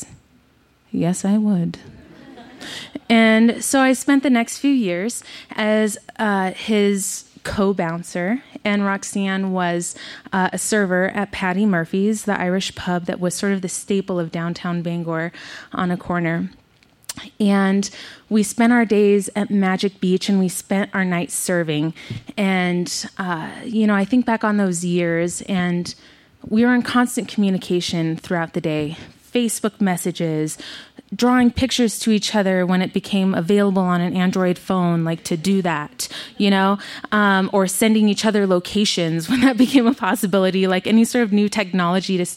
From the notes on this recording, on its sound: She told this story in front of a live audience at Buntport Theater in Denver, Colorado.